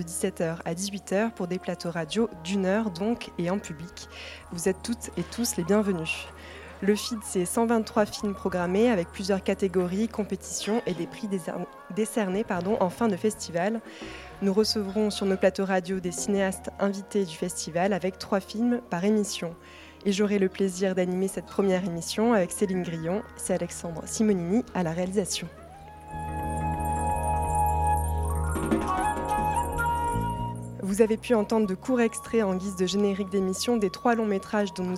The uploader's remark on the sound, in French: Premier plateau radio du FID, édition 2022, enregistré mercredi 6 juillet 2022 depuis la brasserie Blum.